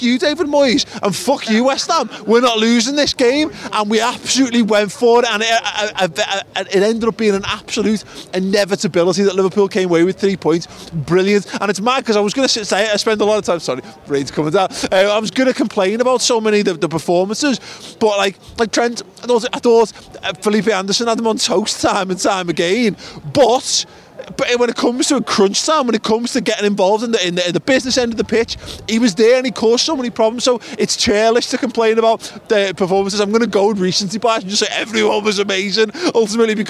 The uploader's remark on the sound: outside Anfield